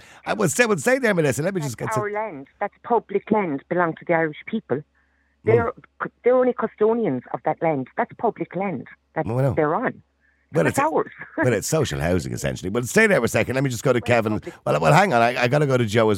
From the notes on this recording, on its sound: Opens the phone lines to invite callers. The debate among the callers becomes heated at times.